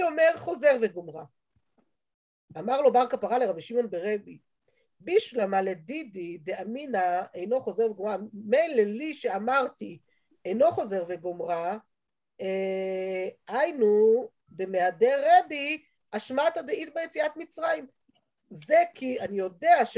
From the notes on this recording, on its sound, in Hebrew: השיעור הועבר והוקלט בזום בחודש אדר א ה'תשפ"ב.